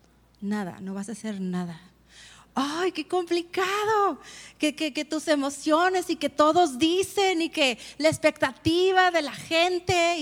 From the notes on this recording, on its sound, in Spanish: Conferencia En Vivo 2019